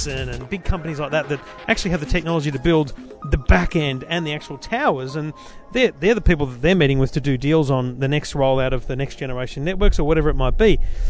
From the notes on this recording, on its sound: Live in Barcelona for Mobile World Congress 2015